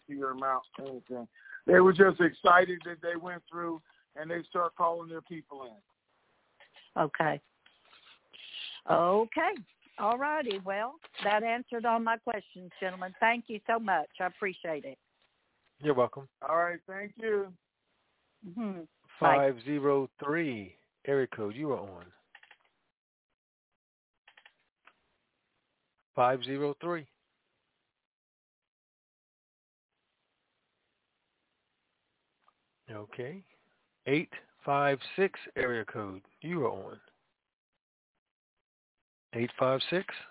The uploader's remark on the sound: TNTSuperfantastic Conference Call